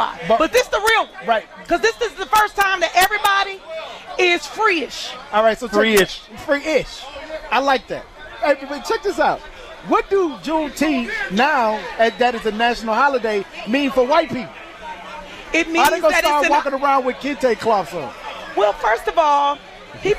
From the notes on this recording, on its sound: 101.7 The Truth held their FIRST LIVE remote broadcast at the 50th anniversary of Juneteenth.